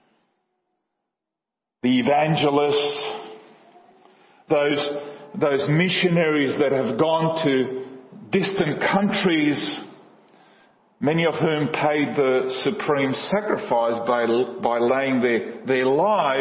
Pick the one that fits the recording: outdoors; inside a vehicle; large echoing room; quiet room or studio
large echoing room